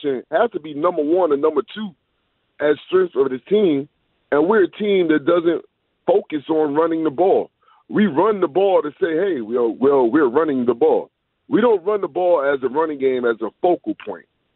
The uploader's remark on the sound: Taking your calls on the current state of the union for the Commanders offense. Straight back to the phones to talk about the state of the Commanders.